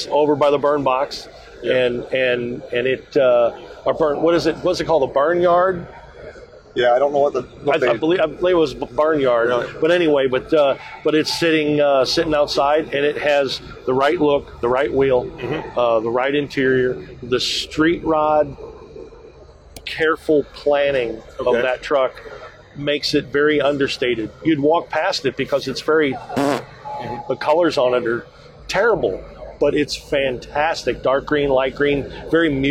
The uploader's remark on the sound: LIVE From The Racing Junk Booth. LIVE from the SEMA floor. A HUGE THANKS to Racing Junk for hosting the Get Out N Drive Podcast in their booth!